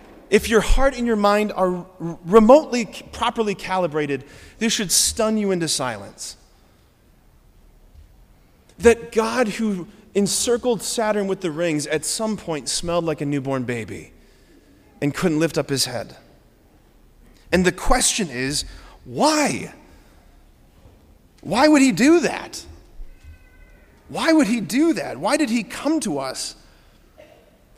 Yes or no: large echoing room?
yes